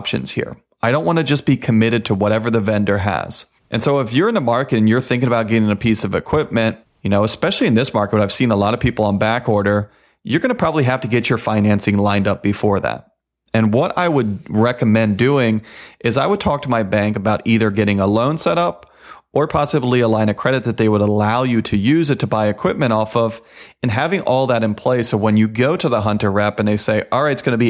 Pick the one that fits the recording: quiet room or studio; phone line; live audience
quiet room or studio